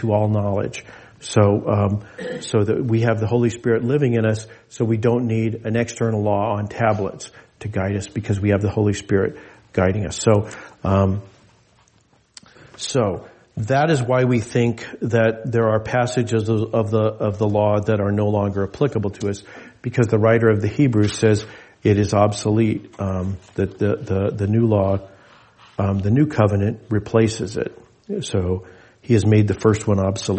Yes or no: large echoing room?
yes